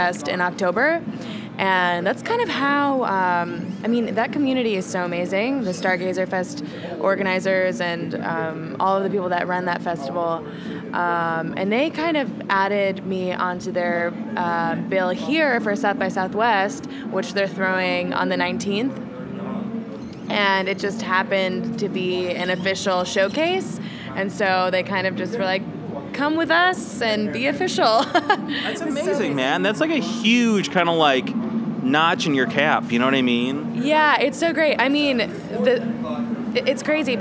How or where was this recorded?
busy venue